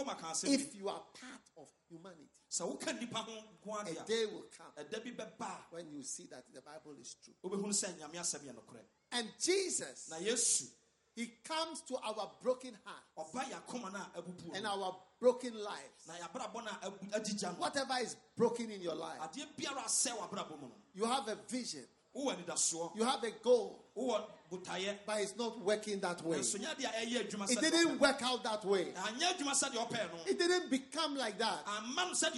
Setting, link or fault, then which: setting, live audience